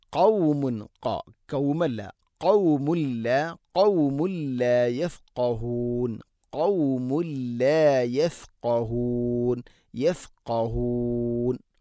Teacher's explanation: قاف തൊണ്ടയുടെ മുകൾ ഭാഗവും കഴിഞ്ഞ് ചൊറുനാക്കാണ് മഖ്റജ്